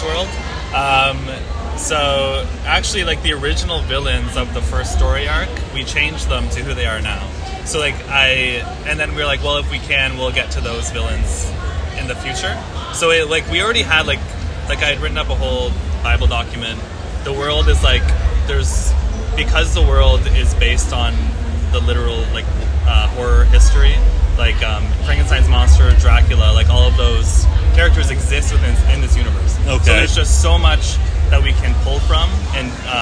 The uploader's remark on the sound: Has been roaming the San Diego Convention Floor, taking in the sights and sounds of SDCC 2023 and talking to some incredible creatives.